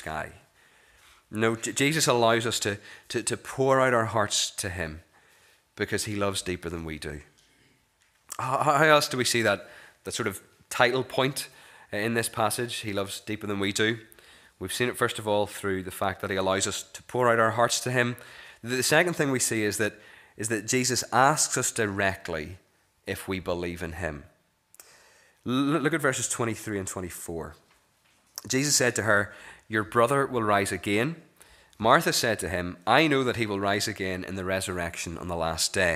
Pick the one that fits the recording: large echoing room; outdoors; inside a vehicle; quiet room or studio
large echoing room